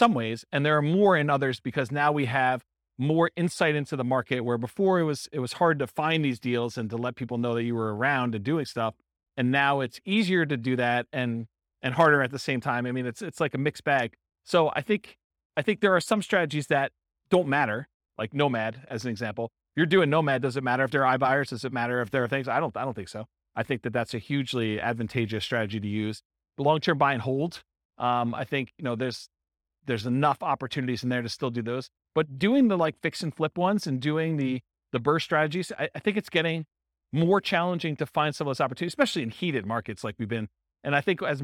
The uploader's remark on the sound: This was a live class recorded